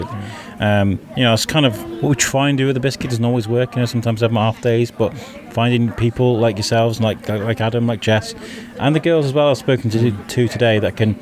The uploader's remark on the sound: Mic in-hand on the football fields at SCAT (Shrewsbury College of Arts and Technology) on London Road. This mission today is to speak to coaches, parents and players.